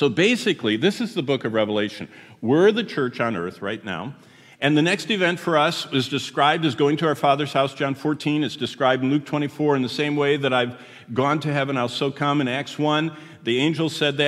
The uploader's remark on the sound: Here is our third session at the prophetic conference we just finished at Word of Life in Hudson, Florida.